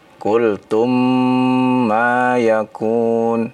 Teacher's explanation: Qultum, mim ketemu mim ya, bertasydid ya Pak ya. Maka dibaca idgham mimmi ya.